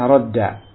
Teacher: Sebelum dua dal ini ada ra ini fathah, maka dal yang pertama disukun kemudian dilebur kepada dal yang kedua sehingga jadilah radda · Term: idgham